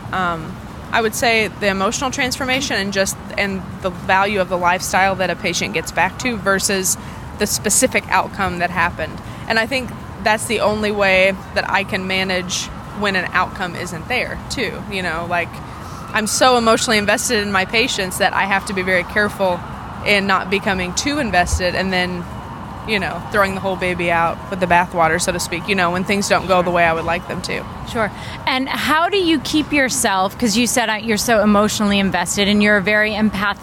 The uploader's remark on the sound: LIVE from the New York Student Special Interest Group Conference